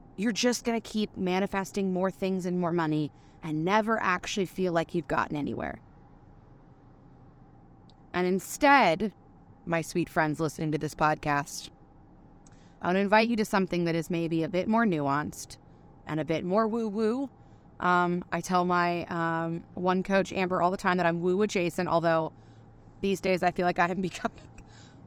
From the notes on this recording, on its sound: Today I recorded a true Quickie episode, in the moment while driving.